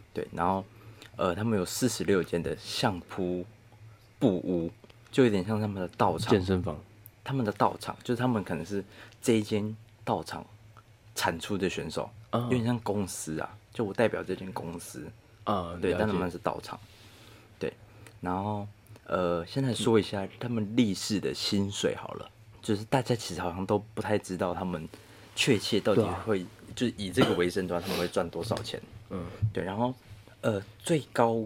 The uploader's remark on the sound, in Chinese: 這集不知道哪個低能一直去摸 Mic==